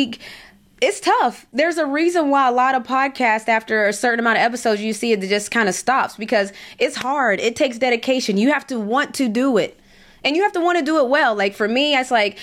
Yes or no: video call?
no